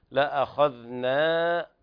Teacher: الذال حكمها إظهارها، أيضا كذلك إخراجها من طرف اللسان